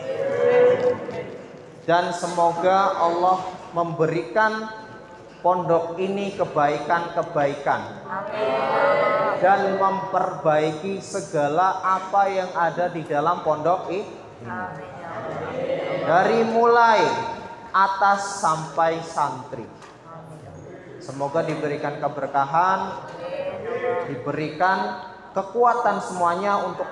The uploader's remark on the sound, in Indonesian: Ini adalah rekaman kajian mingguan setiap hari Senin pagi di Masjid Baitul Azmi Pondok Pesantren Muhammadiyah Ahmad Dahlan Kab. Tegal.